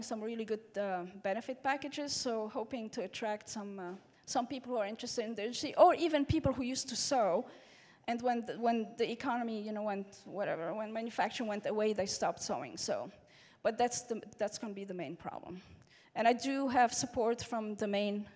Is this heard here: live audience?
yes